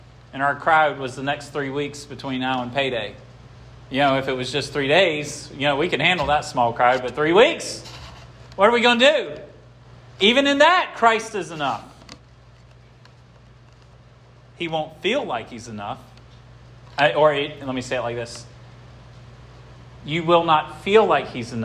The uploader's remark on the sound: This sermon was preached at Hope Fellowship